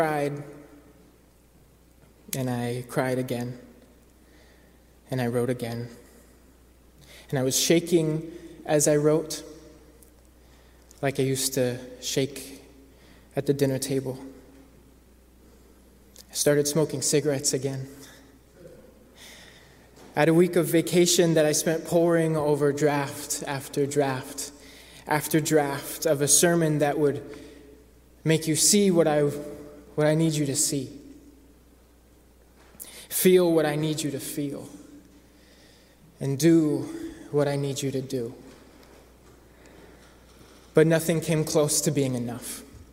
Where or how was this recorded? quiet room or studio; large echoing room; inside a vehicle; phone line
large echoing room